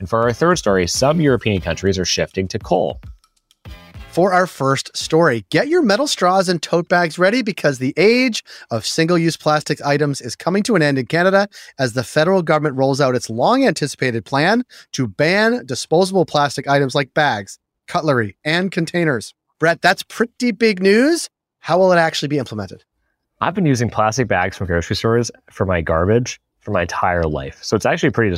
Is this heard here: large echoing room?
no